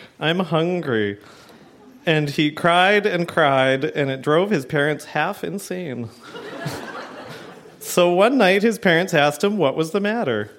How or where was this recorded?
live audience